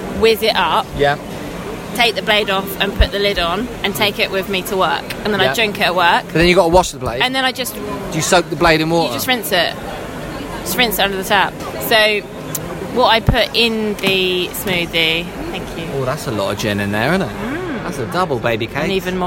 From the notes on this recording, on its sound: Live from the Fortnum & Masons bar at The Royal Exchange in the City of London.